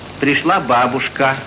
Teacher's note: В конце слова, перед паузой, вместо редуцированного звука «э» может слышаться более открытый звук. То есть не похожий на «ы», а приближающийся к «а», однако никогда не достигающий полноты и ясности настоящего «а».